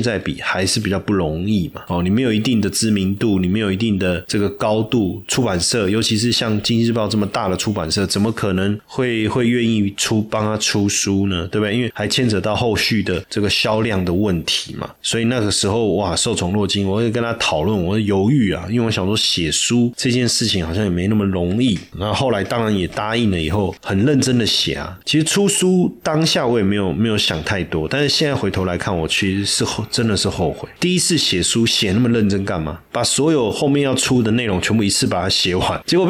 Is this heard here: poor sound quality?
no